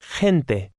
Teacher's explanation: Notice how the G-E combination is pronounced. It's somewhat like a breathy H.